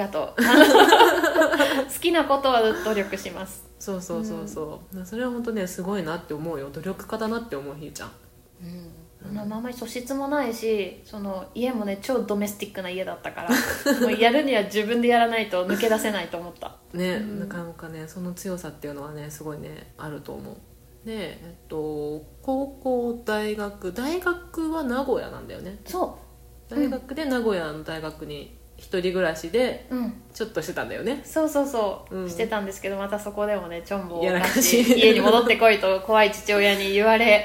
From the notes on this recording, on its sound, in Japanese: マイクの調子が悪く音質悪くてすいません。